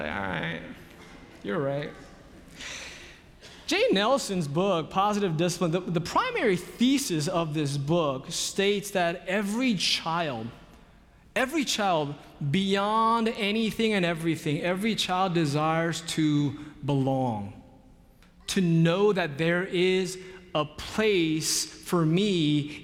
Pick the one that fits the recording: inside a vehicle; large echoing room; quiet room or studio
large echoing room